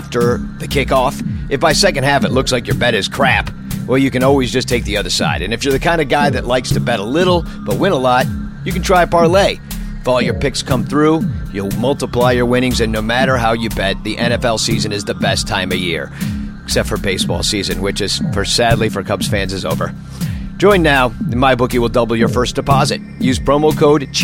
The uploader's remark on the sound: Live From Gman Tavern in Chicago!